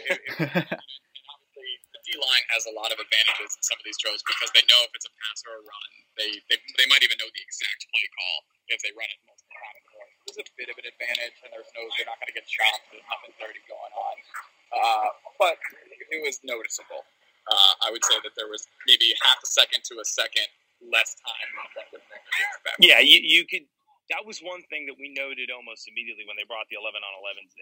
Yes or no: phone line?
yes